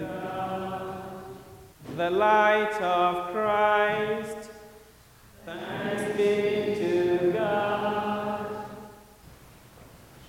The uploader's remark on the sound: Easter Vigil from Holy Spirit Catholic Church in Creston Iowa